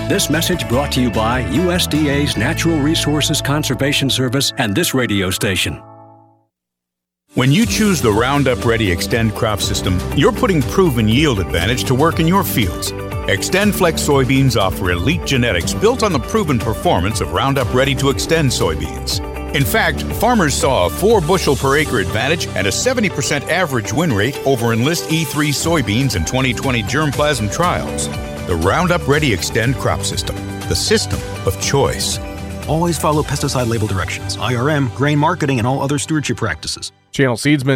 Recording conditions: busy venue